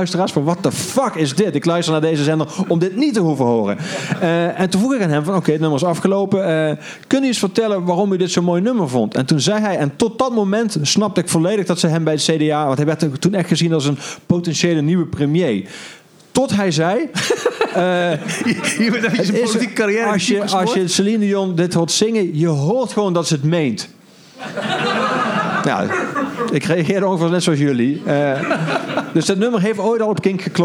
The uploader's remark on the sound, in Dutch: Aflevering 3 is opgenomen tijdens ESNS zelf, op KINK re:veal.